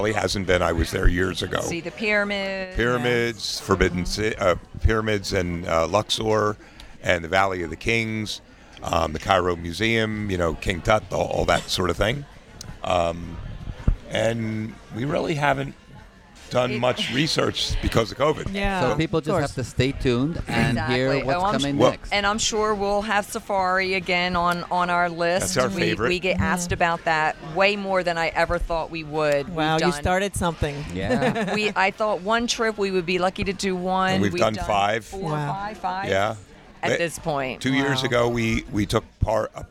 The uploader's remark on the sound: Join us on location, on board the Bliss Cruise.